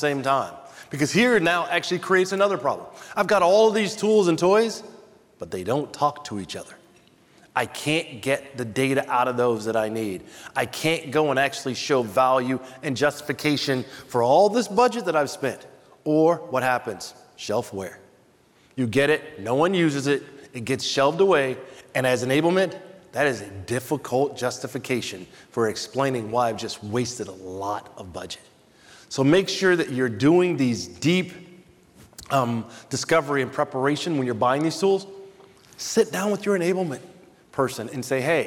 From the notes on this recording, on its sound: In the keynote session at the 2023 B2B Sales & Marketing Exchange this past August